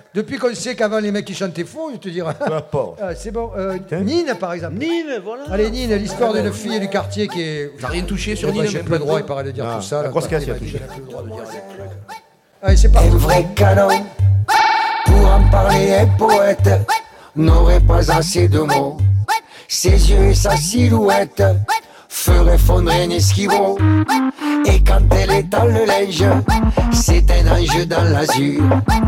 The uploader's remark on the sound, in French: 2h en direct des Grandes Tables